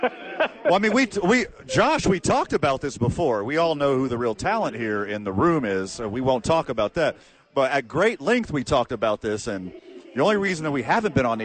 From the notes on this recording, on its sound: live from ABQ AXE